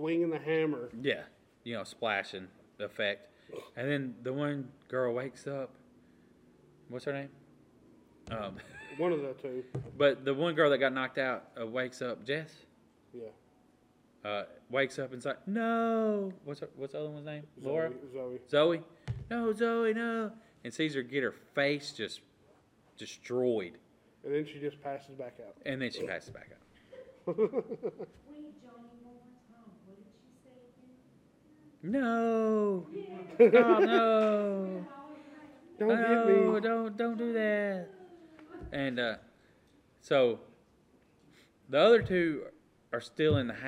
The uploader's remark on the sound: Live From Con Nooga